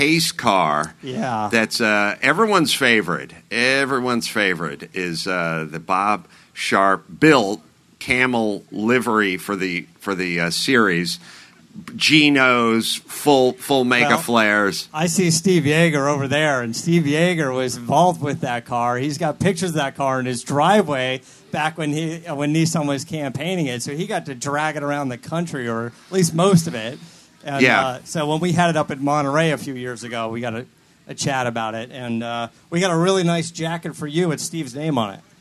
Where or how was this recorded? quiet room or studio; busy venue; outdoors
busy venue